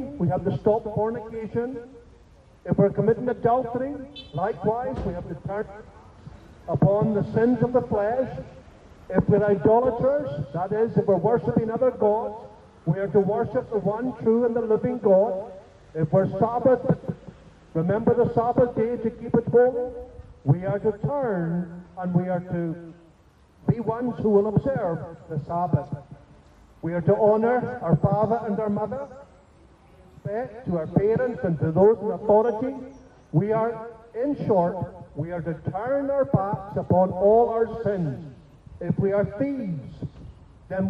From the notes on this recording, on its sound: Some of the preaching conducted at Partick Station, Glasgow. We had some technical issues with the audio today.